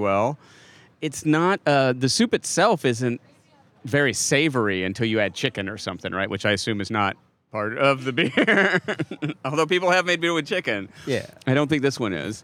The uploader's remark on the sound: The gang comes to you live, in-person, TOGETHER from The Dew Drop Inn. The gang comes to you live, in-person, TOGETHER from The Dew Drop Inn , the site of the historic Chocolate City Brewing Company, the first black-owned brewery in D.C.